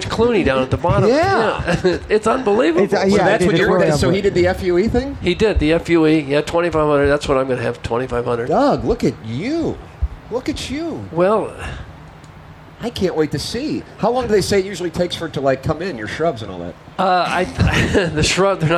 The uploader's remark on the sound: TMA Day at the Ballpark. We are Live from Salt + Smoke at BPV!